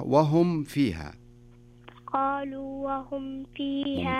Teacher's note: هنا الميم إذا جاء بعدها حرف الفاء، الميم الساكنة إذا جاء بعدها حرف الفاء نكمل الميم كاملة بدون إخفاء